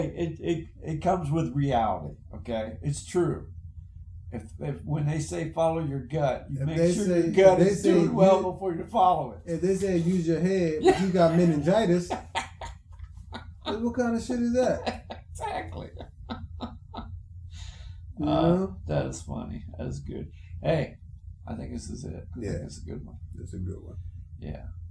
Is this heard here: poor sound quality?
yes